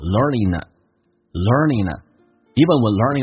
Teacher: the second language,即便你在学第二门语言的时候， when 不被强调这个 a,可以弱化成 a 叫做 when even when learning 跟 a 有一个连音，以 ing 结尾把 g 去掉用 n 进行连